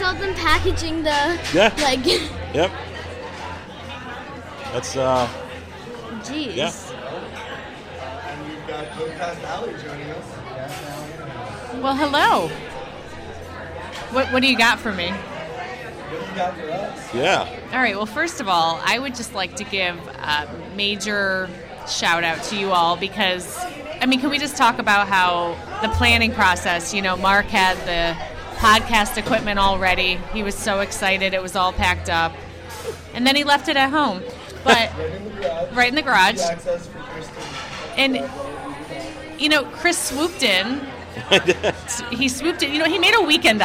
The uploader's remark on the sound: Live from TRB XXII